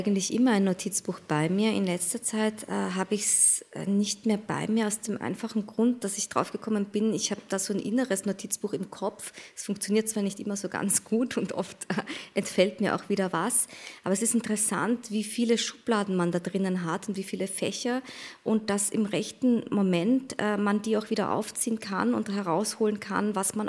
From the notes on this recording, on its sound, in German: Ein Mitschnitt der Buchpremiere in der rbb Dachlounge Studio14